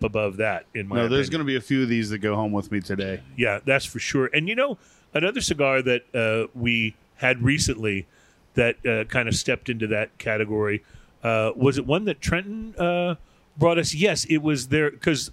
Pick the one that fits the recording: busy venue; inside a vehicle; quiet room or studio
busy venue